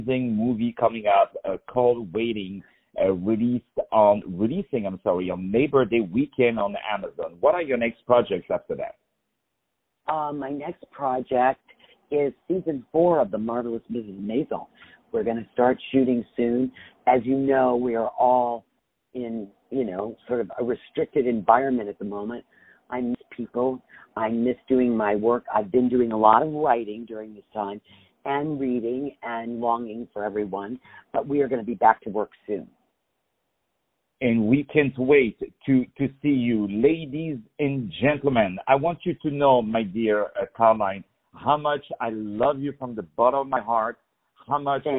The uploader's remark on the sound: On the phone